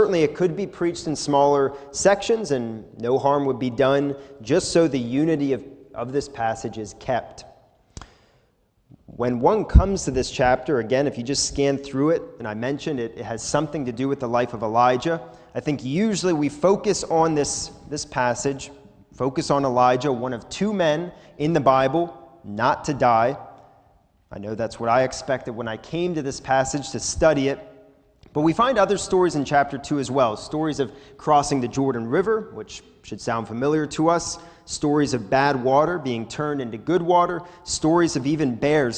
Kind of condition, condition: setting, large echoing room